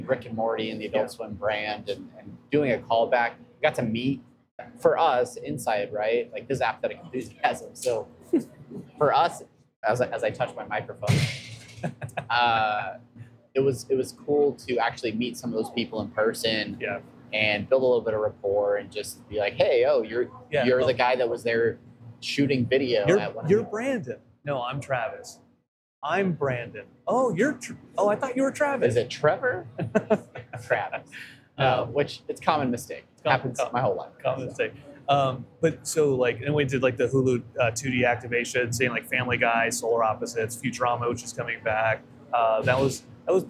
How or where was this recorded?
busy venue